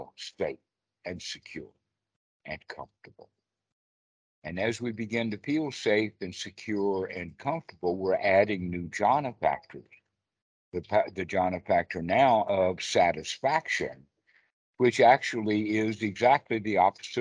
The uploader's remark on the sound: skype calls on this channel